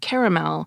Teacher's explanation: the three-syllable pronunciation, caramel, is dominant all along the East Coast of the United States, from Maine to Florida, and extending into the South through Atlanta, Mississippi, Louisiana, and parts of Texas.